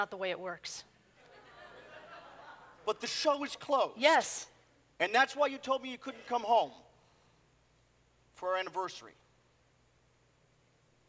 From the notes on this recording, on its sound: Presented at the David Rubenstein Atrium at Lincoln Center on June 12, 2015.